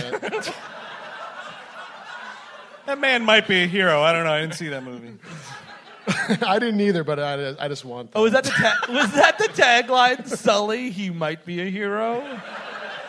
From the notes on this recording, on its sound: Live! at the Bell House. We're releasing last month's sold-out show from Brooklyn.